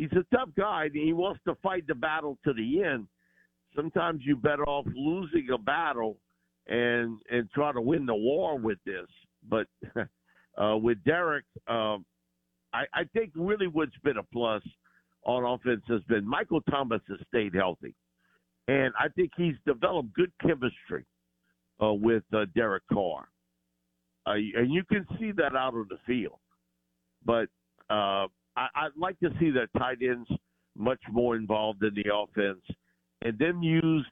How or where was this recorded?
phone line